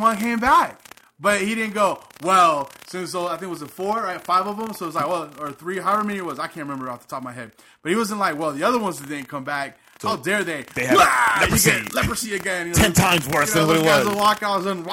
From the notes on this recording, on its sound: The 3rd podcast coming from somewhere in Marietta, GA. Sorry about he crackle we used new mics and are figuring it out...